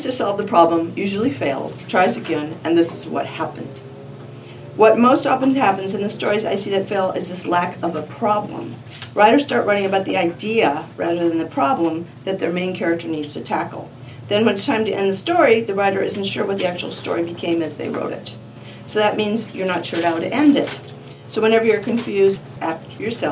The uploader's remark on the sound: An excerpt from the lecture. At Odyssey in the summer of 2013.